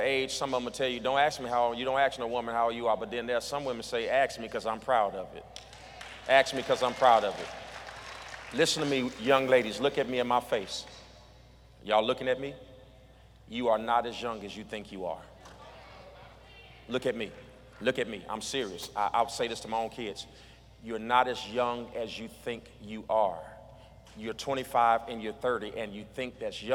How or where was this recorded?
large echoing room